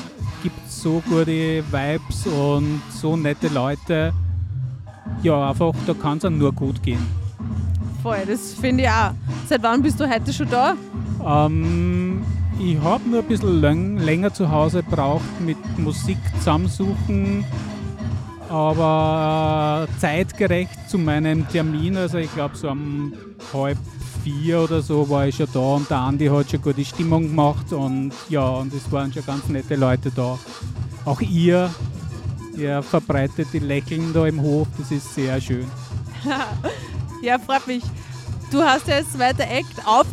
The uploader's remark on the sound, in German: Mit Musik im Freien, vielen Besucher:innen ausgezeichneten DJ-Gästen, süffigen Drinks und spektakulärer Beleuchtung startete der Verein LAMES in den ersten CLUBNACH/MITTAG/T der Saison. Das Campus und City Radio war bis 22:00 Uhr dabei und hat die DJ-Set´s direkt von den turntables live gestreamed.